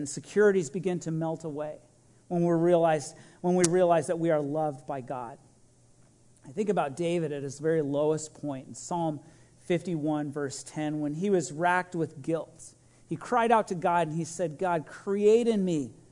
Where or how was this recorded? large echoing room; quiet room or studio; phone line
large echoing room